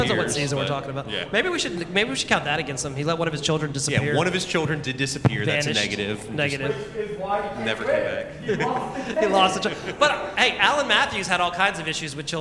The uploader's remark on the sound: Awesome Con 2023 LIVE. Live from Awesome Con 2023 in DC.